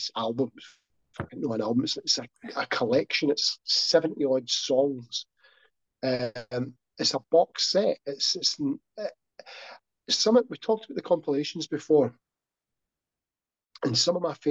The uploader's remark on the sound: thankfully, his video connection just about held out until 10 seconds before we stopped recording.